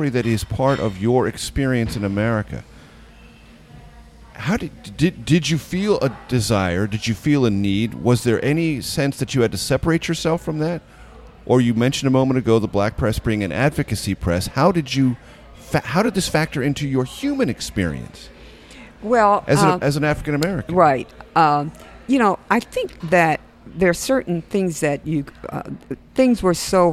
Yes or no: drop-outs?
no